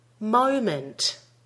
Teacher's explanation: make sure you're getting an O diphthong vowel in the first syllable